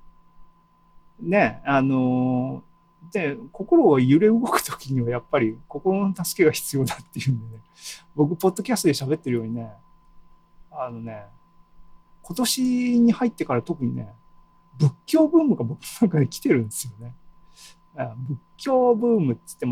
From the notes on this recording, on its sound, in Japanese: ２０２２年７月２７日に開催した ZOOMライブの模様です